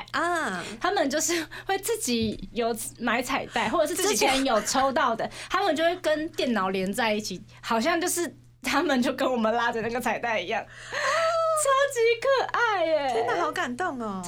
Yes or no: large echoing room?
no